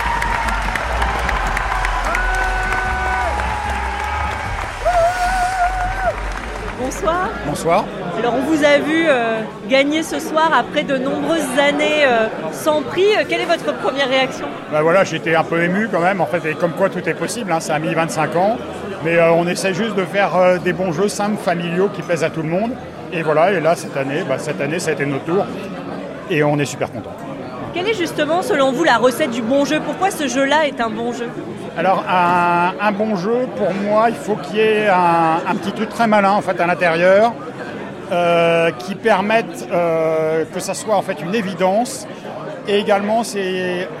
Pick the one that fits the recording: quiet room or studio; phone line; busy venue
busy venue